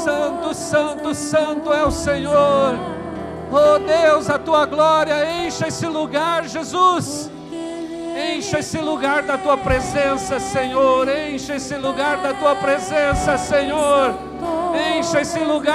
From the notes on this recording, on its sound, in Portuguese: na Igreja ABA Curitiba (Transmitido ao vivo)